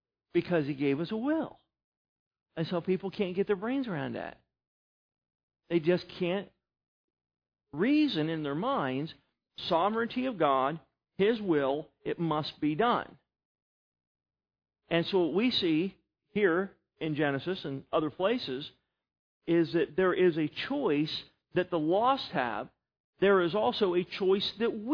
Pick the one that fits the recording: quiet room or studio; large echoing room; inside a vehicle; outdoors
large echoing room